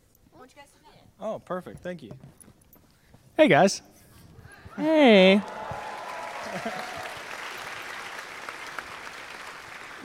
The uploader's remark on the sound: live from RTX!